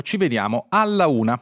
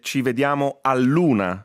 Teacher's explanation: la una diventa l'una, cade la A · Shown in: second take · si mette l'apostrofo a indicare che una volta c'era una cosa lì. · Term: elisione